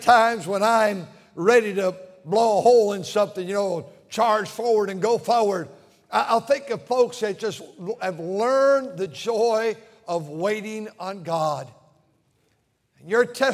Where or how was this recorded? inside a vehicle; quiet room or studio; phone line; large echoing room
large echoing room